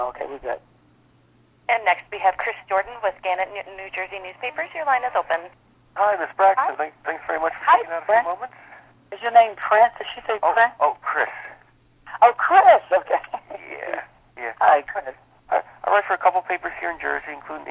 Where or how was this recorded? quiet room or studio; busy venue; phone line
phone line